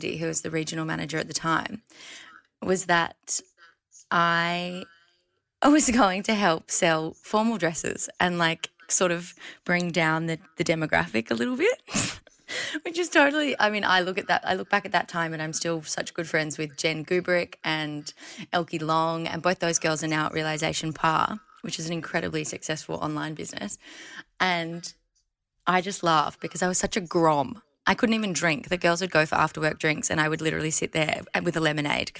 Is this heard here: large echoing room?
no